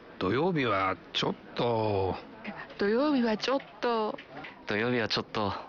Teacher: en allongeant la prononciation à la fin et en diminuant le ton de la voix pour dire ちょっと on crée une nuance qui caractérise une certaine réticence.